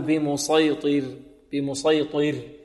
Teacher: والراء هنا ساكنة قبلها ماذا كسر، فنرقق